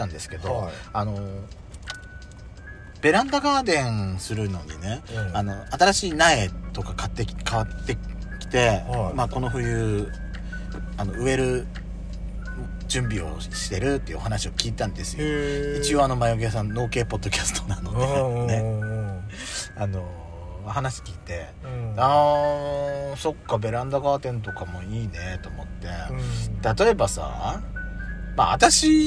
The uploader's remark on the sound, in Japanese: パーキング収録